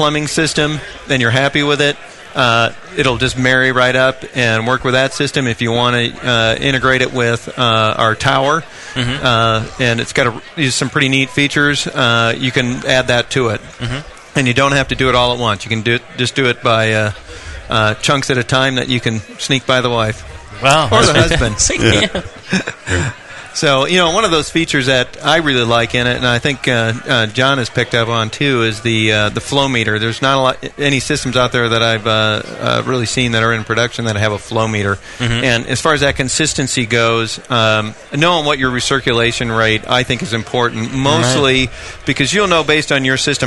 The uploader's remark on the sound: Live from NHC 2. Second live episode from the 2012 National Homebrewers Conference in Seattle, WA.